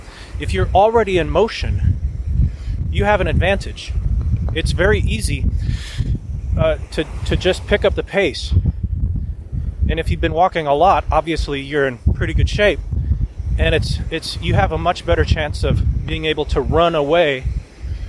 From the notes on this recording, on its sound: I recorded it while walking along the beach near where I live on the oceanfront of Virginia Beach, VA. I thought since it wasn't that windy, maybe it would be okay. I think it was until I turned around, and the wind was coming right at me. It may be a bit difficult to listen.